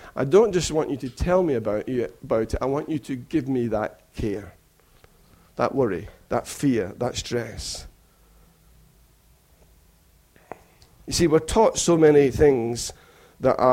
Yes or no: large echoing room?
yes